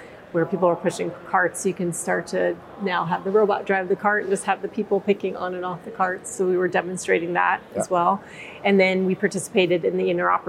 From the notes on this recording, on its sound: On the set of Manufacturing Matters at the Autonomous Mobile Robotics and Logistics Conference, located at the Vision show in Boston